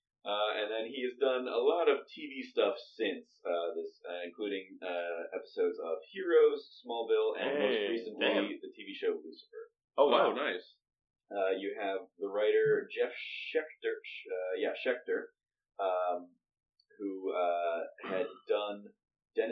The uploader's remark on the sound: While we were all together in Boston for PAX East, we decided to record a special episode. Apologies for the variance in audio quality. The group episode called for a different microphone set up than we're used to.